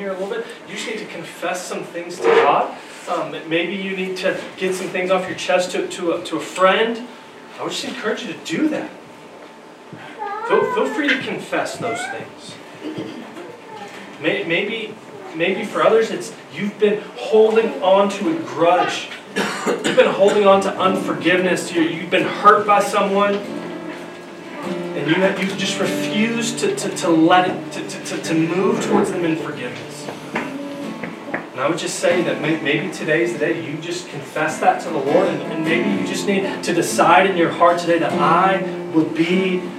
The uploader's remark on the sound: Due to no heat in the auditorium we had to move things downstairs, we apologize for the sound quality this week.